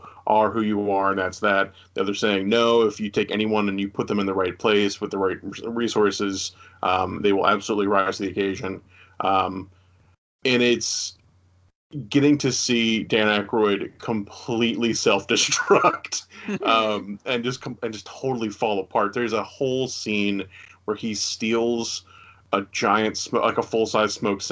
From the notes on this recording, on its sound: via Skype